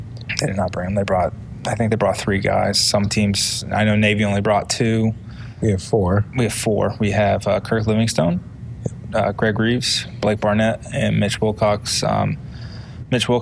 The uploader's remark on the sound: Live from AAC Media Days. AAC Media Days in Newport, R.I.